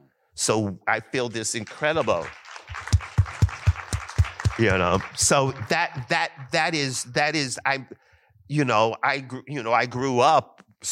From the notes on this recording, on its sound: in a Q&A at the DGA theater in Los Angeles